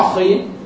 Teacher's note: أخي هي تأخذ أدنى مراتب التفخيم